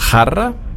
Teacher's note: Das J wird ausgesprochen wie ein CH, das vom auch.